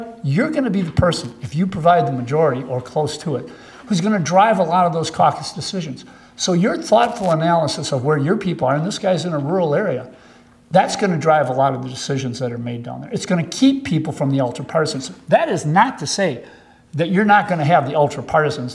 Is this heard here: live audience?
yes